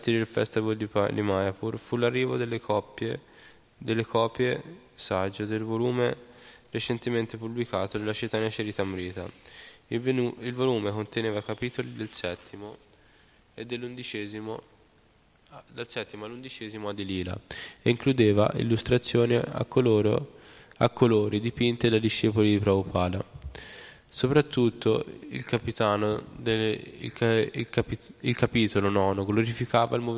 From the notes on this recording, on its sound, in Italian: in diretta dal Tempio di Villa Vrindavana